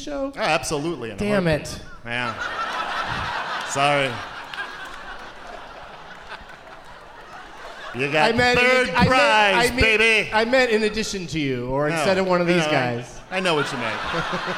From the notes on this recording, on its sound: Live from the Variety Playhouse in Atlanta